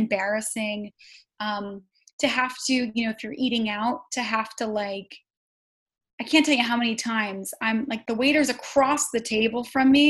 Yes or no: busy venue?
no